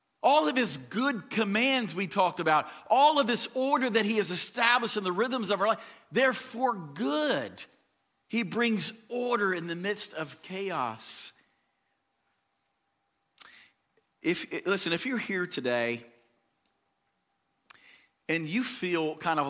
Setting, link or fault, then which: setting, large echoing room